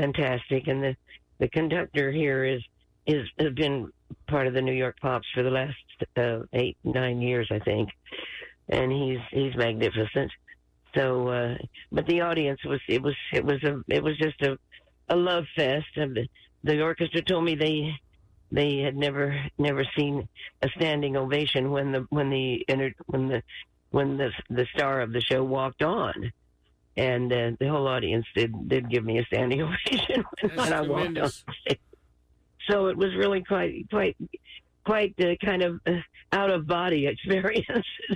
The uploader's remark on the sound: called in to the show